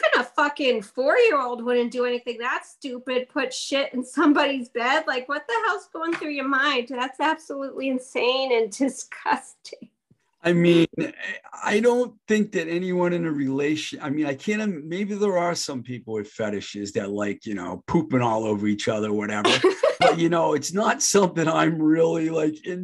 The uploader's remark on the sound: Recorded on Zoom